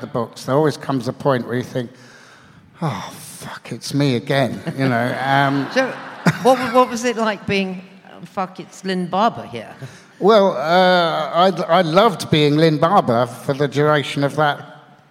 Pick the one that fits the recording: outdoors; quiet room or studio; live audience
live audience